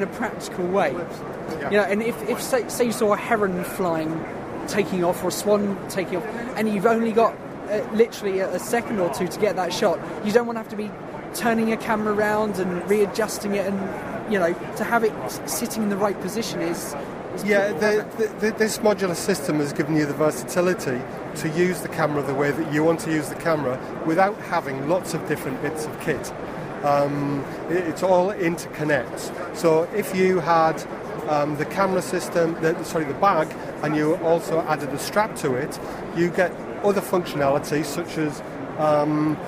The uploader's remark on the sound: Live recordings from The Photography Show 2016. I recorded a number of conversions whilst there.